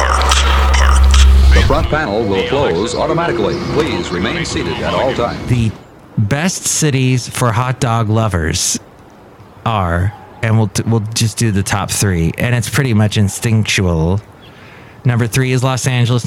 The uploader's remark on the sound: Podcasts live from Café Anyway.